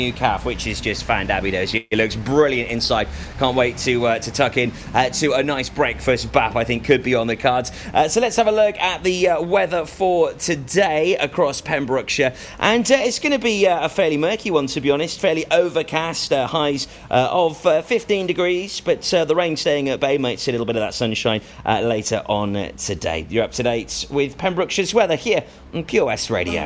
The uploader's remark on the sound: live at the Grand Re-opening of Hasty Bite Cafe, Pembroke Dock